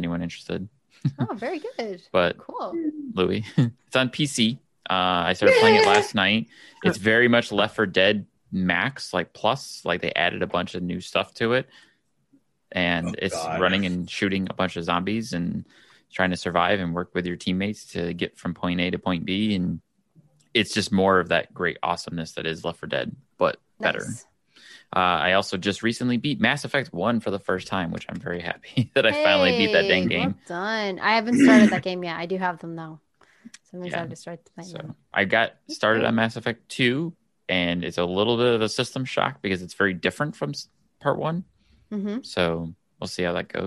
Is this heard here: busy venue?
no